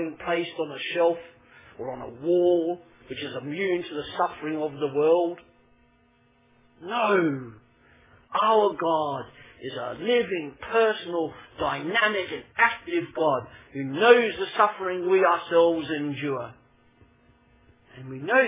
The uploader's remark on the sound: Originally preached at Poulner Chapel 25 March 2012